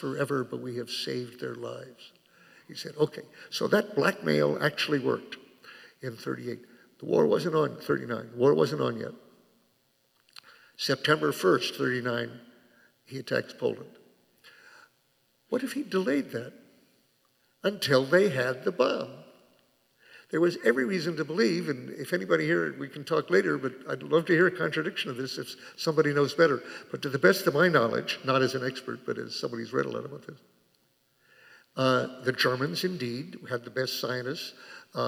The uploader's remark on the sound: Took place on January 9 at University Temple Church. It was presented by Town Hall Seattle and Washington Physicians for Social Responsibility.